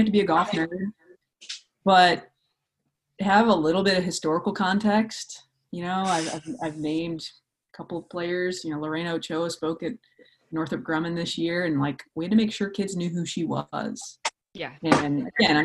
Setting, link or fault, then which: link, video call